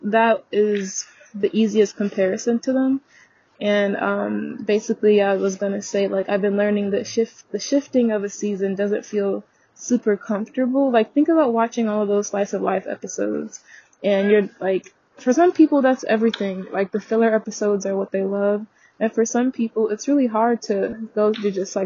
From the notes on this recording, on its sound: The audio in this episode may be a bit muffled as I was on a walk and had forgot that I still had my headphone connected.